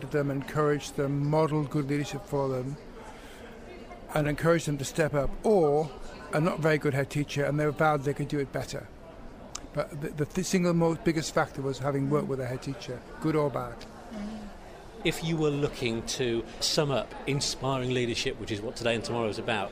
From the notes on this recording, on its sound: Inspiring Leadership Conference 2022, which took place in Birmingham. Interviews recorded during the conference.